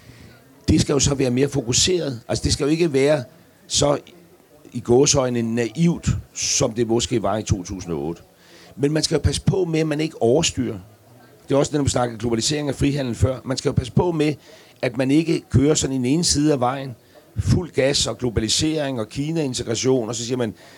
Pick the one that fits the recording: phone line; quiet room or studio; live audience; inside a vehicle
live audience